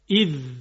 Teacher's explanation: حرف ذال هم مثل حرف ثا هست، یعنی نوک زبان به نوک دندان های جلو برخورد میکنه، منتها فرقی که داره اینه که زبان شروع میکنه به ارتعاش.